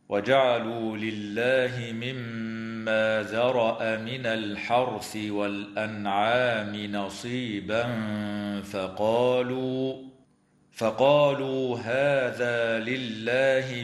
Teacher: تغن الميم المشددة في كلمة مما بمقدار حركتين